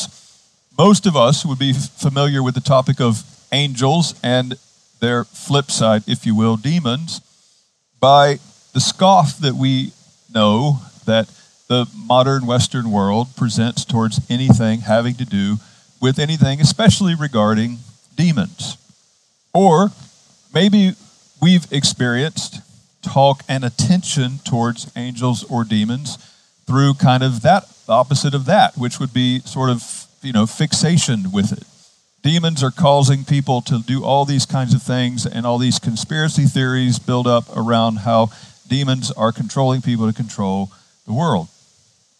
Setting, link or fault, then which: setting, outdoors